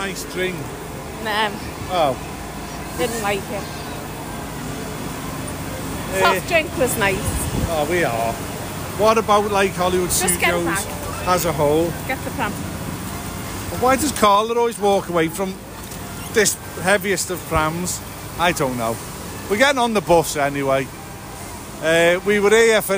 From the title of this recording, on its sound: Live on Location (At Disney)